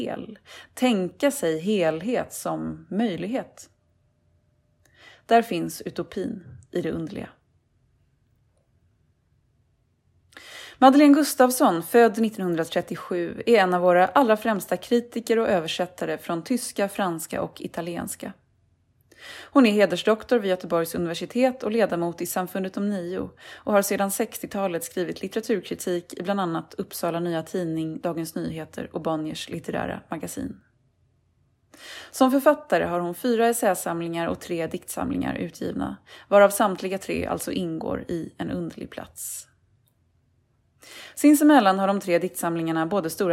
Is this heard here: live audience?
no